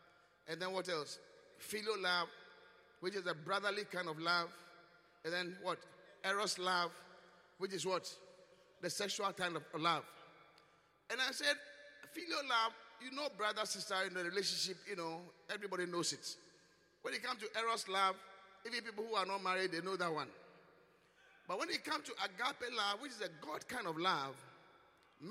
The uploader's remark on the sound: Swollen Sunday ( Encounter Service ). Preached at the Qodesh.